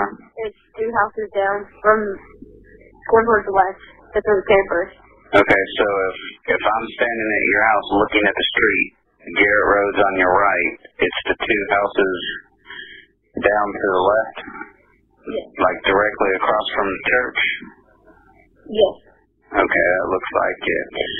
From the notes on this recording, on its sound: A recording of the 911 call reporting a disturbance and at least one shot fired before deputies were dispatched to Oak Grove Church Road near Liberty late May 2.